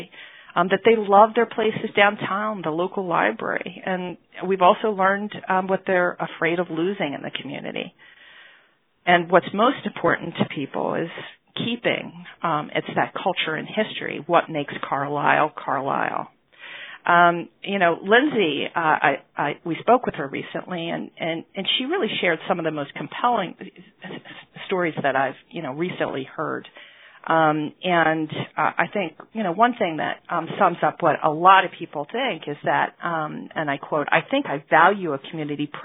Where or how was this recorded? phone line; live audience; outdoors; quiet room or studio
phone line